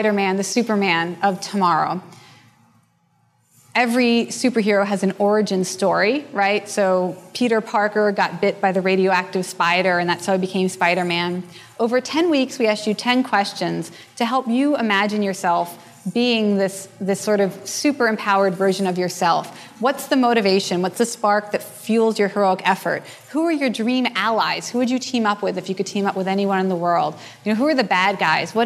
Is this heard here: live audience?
yes